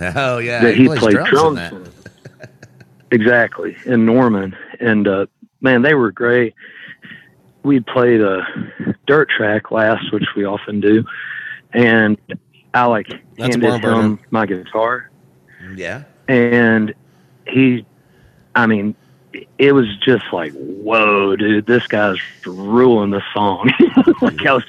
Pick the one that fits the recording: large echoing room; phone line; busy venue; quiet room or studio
phone line